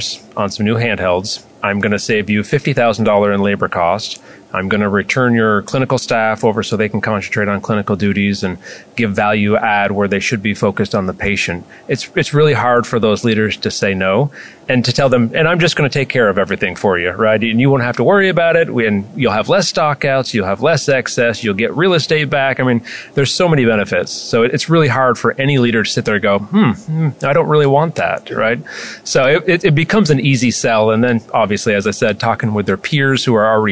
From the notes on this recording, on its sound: live at AHRMM23 in Orlando